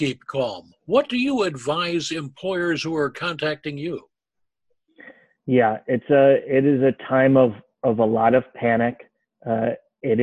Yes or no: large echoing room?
no